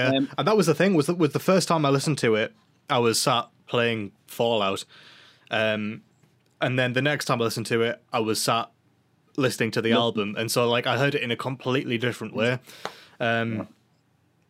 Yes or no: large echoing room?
no